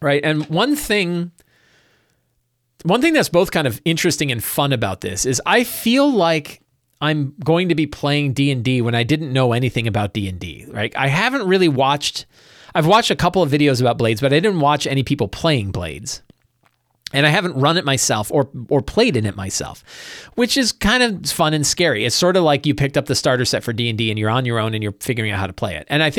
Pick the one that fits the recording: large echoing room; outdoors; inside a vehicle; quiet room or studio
quiet room or studio